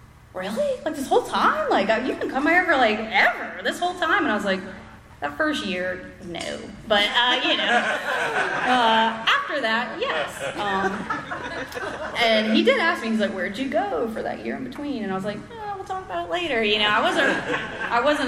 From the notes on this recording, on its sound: at the 7th Annual Spring Into Action Conference in Sanford NC on February 3 2024.